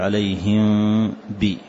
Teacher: فالنون ساكنة أو التنوين حقيقته في الإقلاب ينقلب إلى ميم ساكنة، فنطق الإقلاب في النون الساكنة أو التنوين أو الميم الساكنة واحد، فتقول عليهم بي، وما تطبق الشفتين وإنما تفتحها يسيرا، فهو إخفاء شفوي